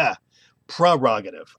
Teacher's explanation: The one thing I want to make a point of it's not the prefix pre, it's not pronounced prerogative, it's prerogative. It's what's called a schwa sound after the E.